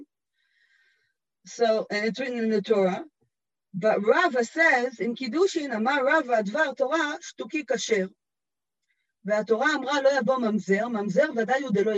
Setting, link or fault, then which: link, video call